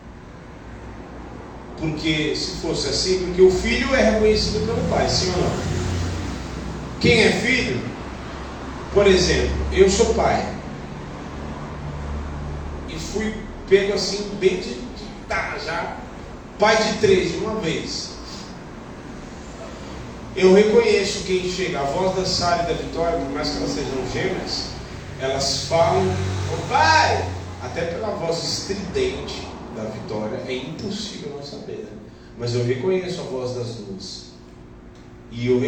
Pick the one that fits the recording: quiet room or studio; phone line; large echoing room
large echoing room